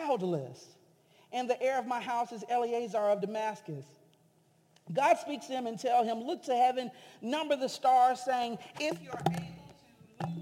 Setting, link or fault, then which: setting, large echoing room